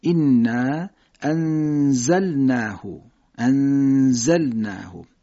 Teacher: زیر زی سر زبان پشت دو دندان جلوی پایین، بعد صدای صفیر محض خودش داشته باشه · Term: صفیر زیر زی